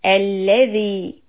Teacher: Always push on the lam shadda here, because it's the beginning, alladhi, and stretch the vowel two counts